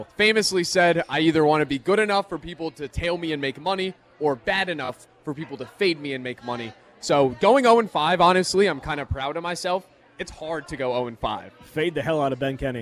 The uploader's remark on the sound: live from Monk's in Sun Praire